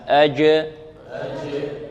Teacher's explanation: الجيم تخرج من وسط اللسان